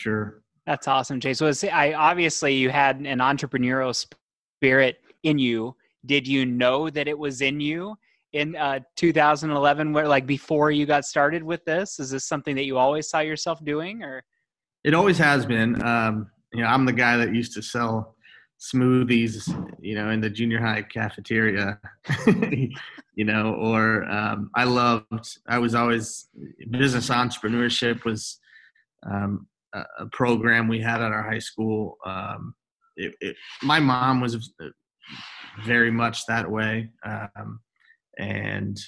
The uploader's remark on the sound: on Zoom